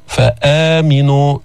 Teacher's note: هذا مد البدل لأنه إجت الهمزة قبل حرف المد